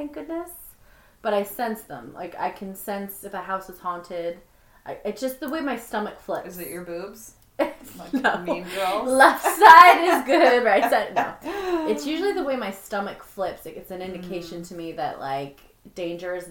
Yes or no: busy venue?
no